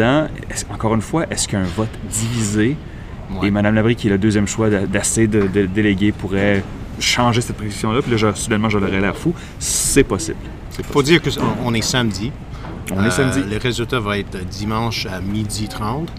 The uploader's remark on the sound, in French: enregistré pendant et après le congrès de Québec solidaire à Gatineau